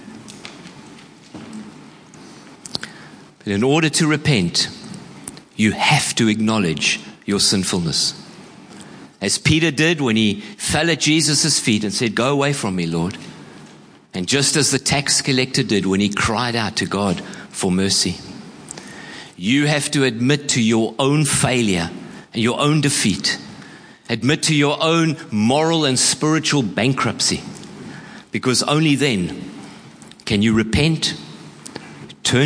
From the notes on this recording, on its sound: Preached at Horsham Downs on 11/02/24